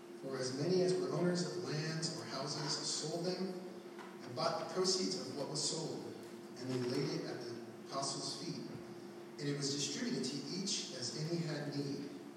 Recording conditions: poor sound quality